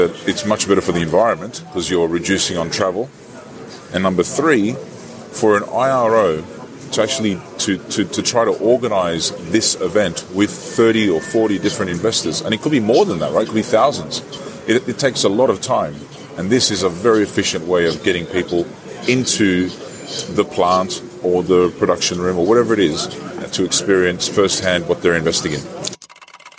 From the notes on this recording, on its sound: Broadcasting from the Citadel Securities post on the floor of the NYSE.